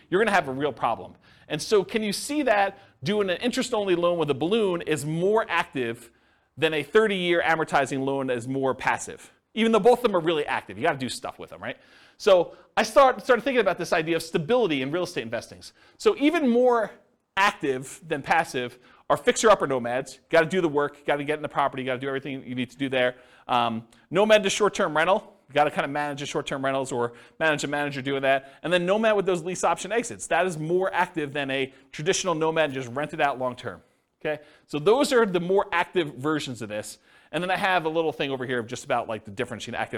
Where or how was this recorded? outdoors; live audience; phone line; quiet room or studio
live audience